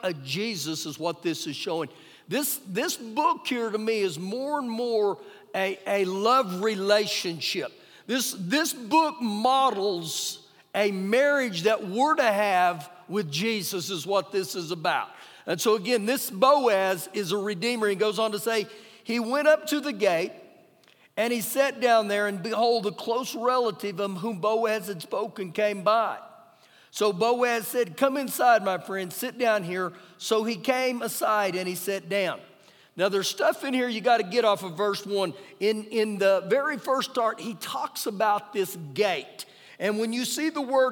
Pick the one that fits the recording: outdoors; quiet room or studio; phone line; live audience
live audience